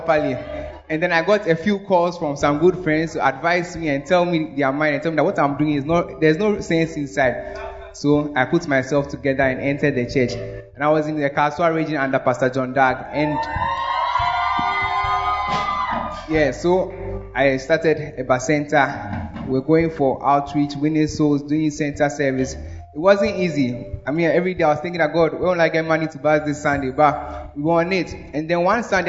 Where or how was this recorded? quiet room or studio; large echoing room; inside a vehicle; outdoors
large echoing room